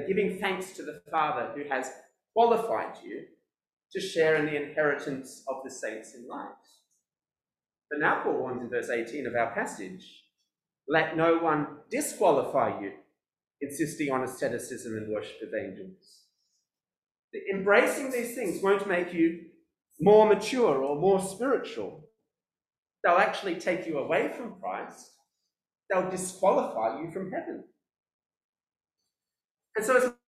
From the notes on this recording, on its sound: This sermon was preached at New Covenant City Church on 27th February 2022.